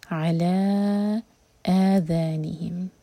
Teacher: تو حمزہ پر cut off sound, جیسے سانس رکنے کی آواز آتی ہے